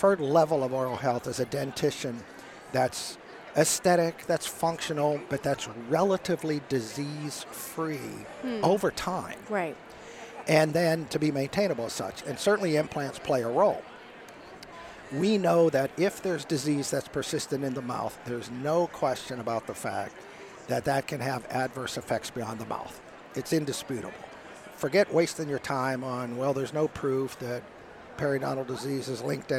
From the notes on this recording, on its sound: We are excited to have Philips Sonicare as our sponsor for this episode, which was recorded live at their booth in Vancouver, Canada.